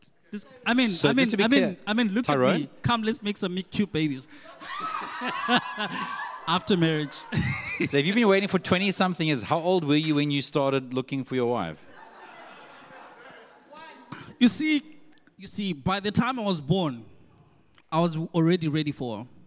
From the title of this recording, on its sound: 6PM SERVICE